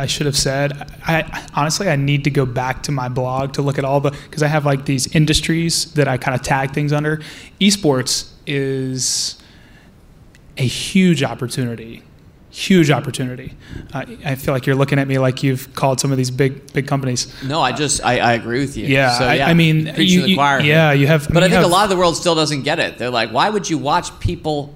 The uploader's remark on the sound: In front of a live audience here at Fool HQ.